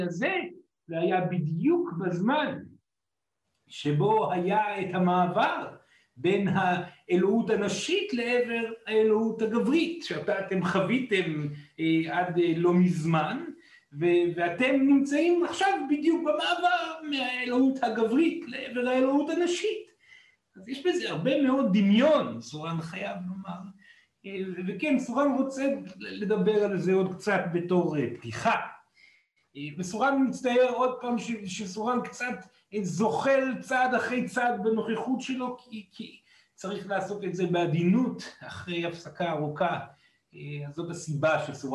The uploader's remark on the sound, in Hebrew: זוהי הקלטת מעגל חי בנוכחות תלמידים